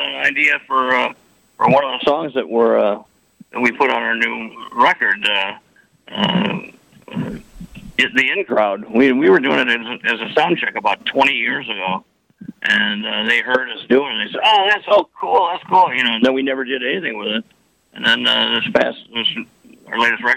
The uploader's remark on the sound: on the phone